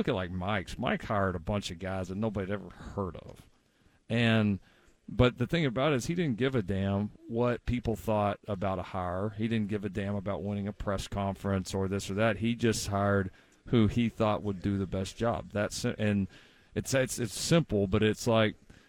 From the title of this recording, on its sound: Live From Pac-12 Media Day at Resorts World Las Vegas